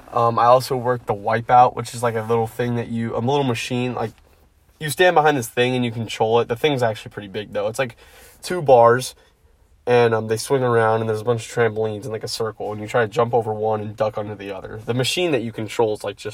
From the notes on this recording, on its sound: first podcast in my car!